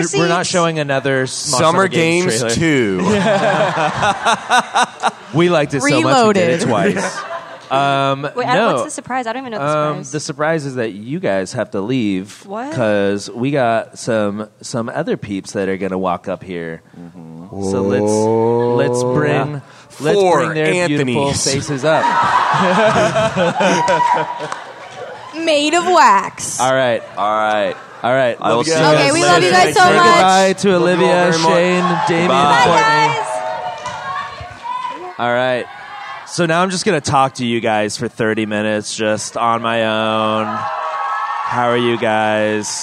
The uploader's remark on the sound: This live SmoshCast was recorded at VidCon 2019.